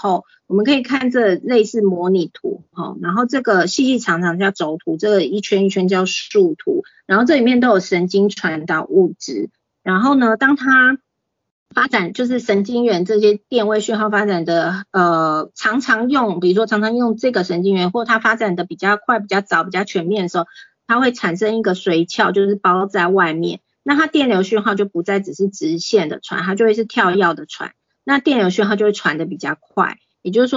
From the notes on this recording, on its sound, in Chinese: 講座錄音。此為線上課程錄音檔！